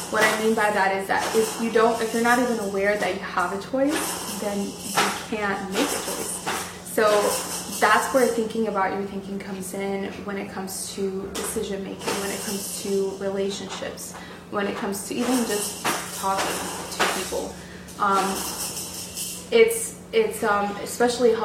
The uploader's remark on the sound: We apologize for the noise in the background. We accidentally deleted the audio file so we used the audio captured by the camera on this episode.